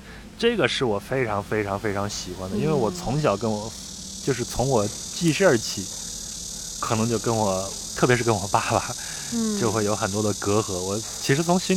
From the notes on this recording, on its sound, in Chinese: 录制地点在北京房山区大石河畔，您能听到树上的蝉鸣、马路上的车声和不远处游泳的小孩子们的喧闹。